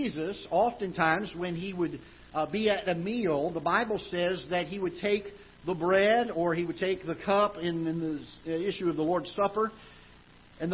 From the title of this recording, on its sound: Ketha Heights Baptist Church ~ Live Broadcast